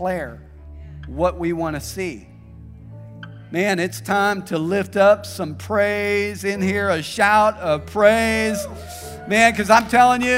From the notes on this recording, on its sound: This message was preached at Vision Church located at The Jones Center in Springdale, AR.